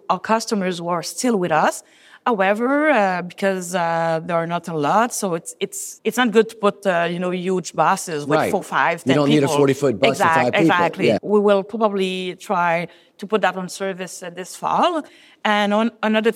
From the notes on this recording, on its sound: Interview recorded at the UITP Global Summit in Barcelona.